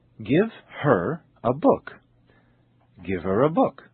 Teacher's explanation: the H sound, h, is often dropped in personal pronouns such as he, him, his, and her. And when it is dropped, what is left is a vowel sound, and the vowel sound is always linked to the preceding word.